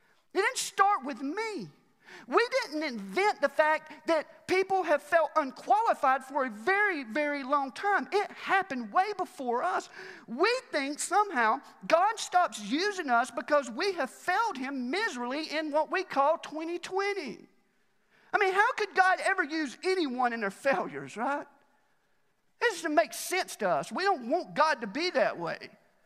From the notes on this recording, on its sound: Recorded live at The Fellowship at Mt Juliet on January 3, 2021.